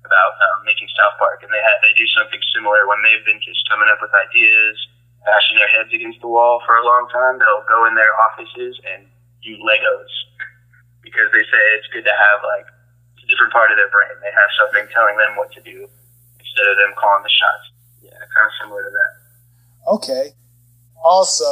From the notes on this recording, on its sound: Phone Interview.